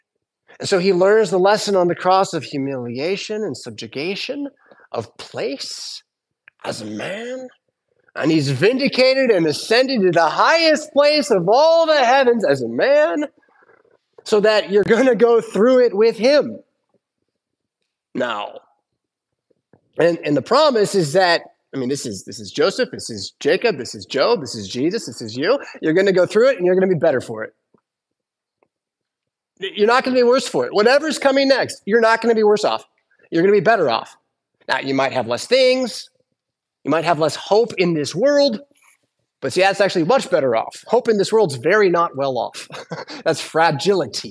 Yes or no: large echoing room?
yes